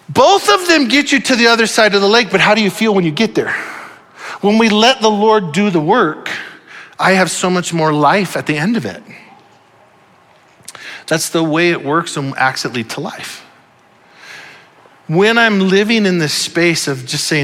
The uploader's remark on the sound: Audio file of the Sunday Morning Sermon.